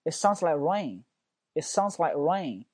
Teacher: 能听到我一个重音在 rain 上面吧